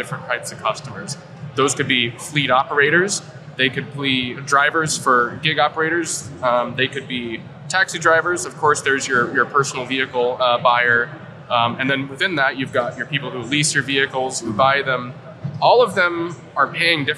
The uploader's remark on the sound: Live from AutoTech: Detroit